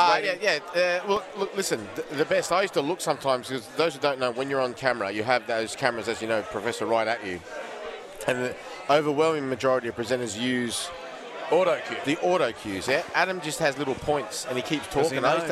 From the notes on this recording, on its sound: our final afternoon from the Sporting Globe at Kings Street Wharf in Sydney